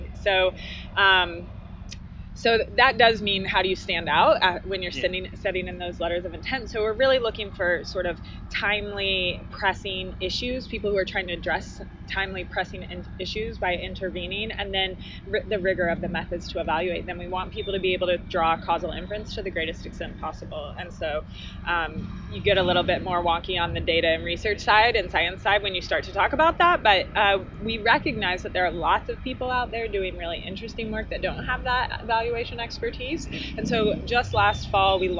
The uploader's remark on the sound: Mini episode recorded at South by Southwest.